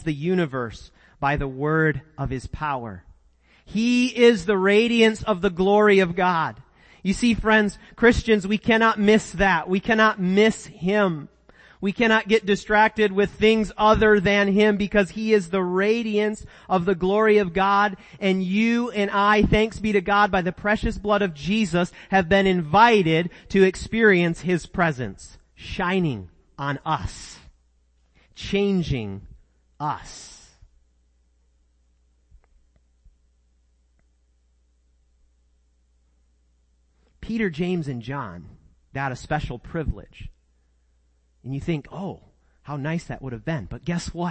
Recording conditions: large echoing room